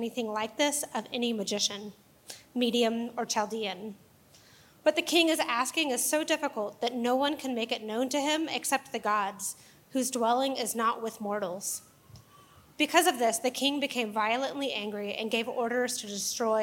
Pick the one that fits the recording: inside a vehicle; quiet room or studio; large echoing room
large echoing room